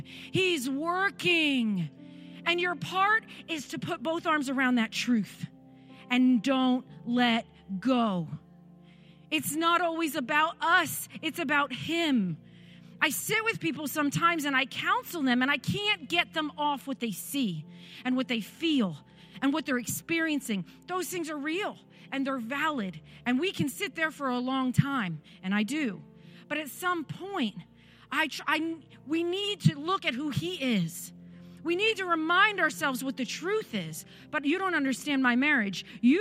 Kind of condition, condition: setting, large echoing room